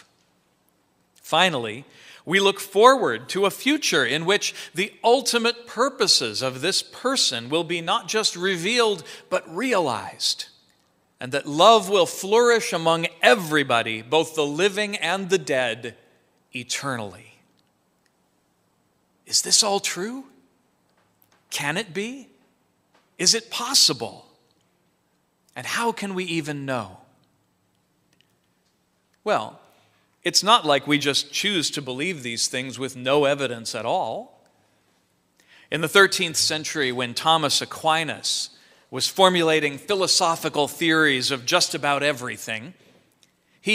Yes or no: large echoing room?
yes